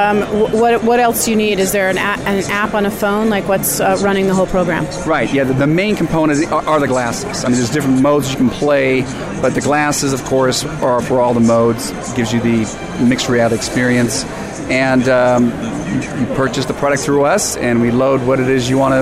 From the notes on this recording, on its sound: Live From The Show Floor of AWE2018.